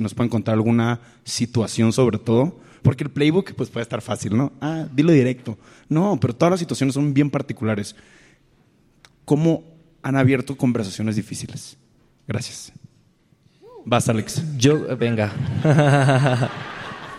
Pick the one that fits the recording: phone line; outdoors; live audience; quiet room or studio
live audience